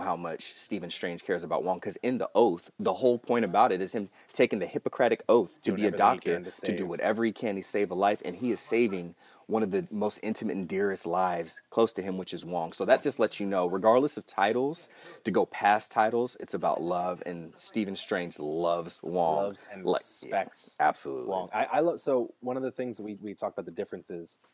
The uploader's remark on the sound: LIVE From Empire's Comics Vault